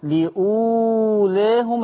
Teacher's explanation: الألف دي ما بتتمدش، هو حرفتين بس، لكن الواو ماشي